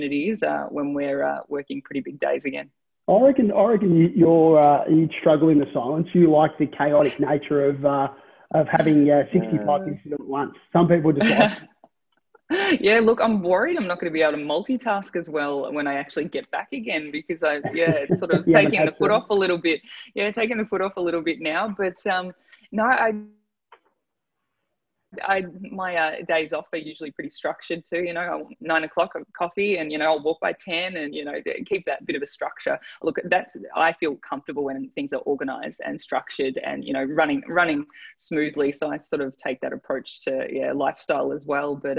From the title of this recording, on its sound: ZOOMCAST